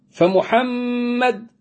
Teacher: الميم اللي في الوسط هذه ميم مشددة، انت بتغنها · Term: الغنة